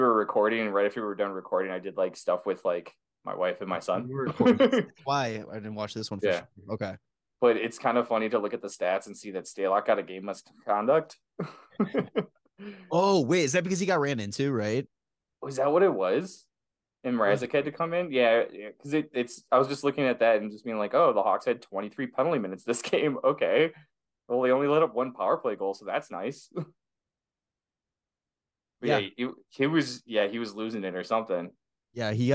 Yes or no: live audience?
no